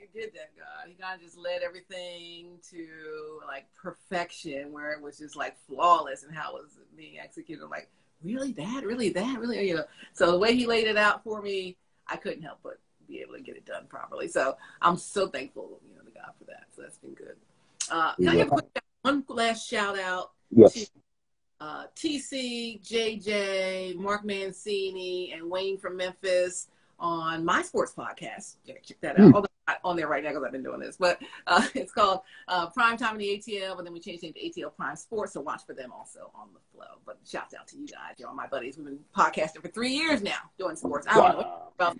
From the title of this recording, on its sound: Instagram Live